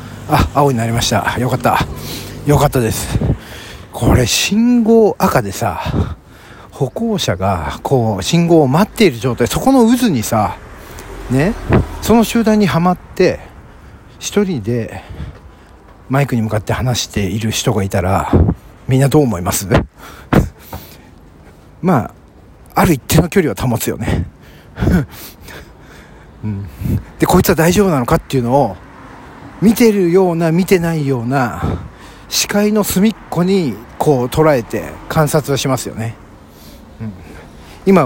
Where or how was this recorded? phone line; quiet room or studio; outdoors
outdoors